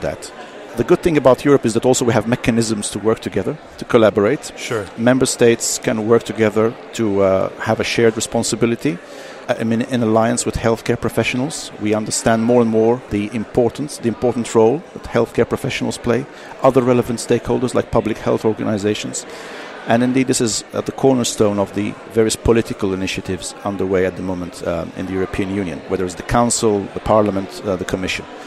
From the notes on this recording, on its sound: Our Vital Health Podcast was recorded at the final event of the Innovative Medicine’s Initiative’s ADVANCE project.